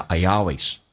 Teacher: I 跟 always 中间加一个也，这是元音跟元音之间的连音